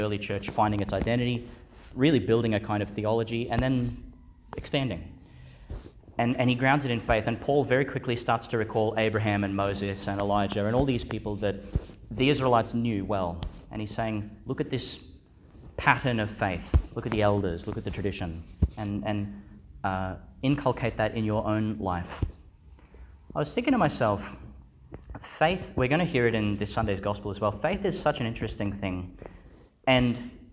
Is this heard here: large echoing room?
yes